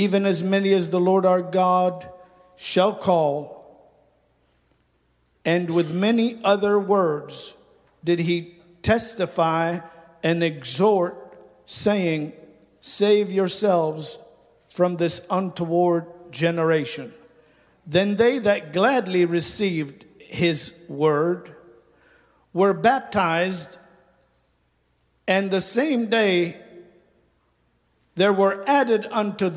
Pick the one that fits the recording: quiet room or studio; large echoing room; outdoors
large echoing room